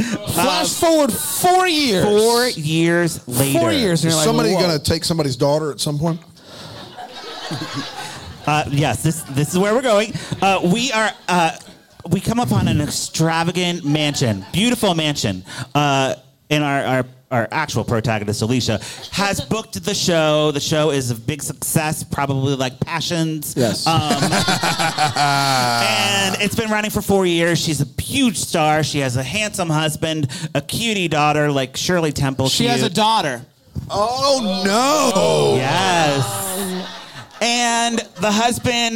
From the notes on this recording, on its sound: LIVE from Bramble Fest 2023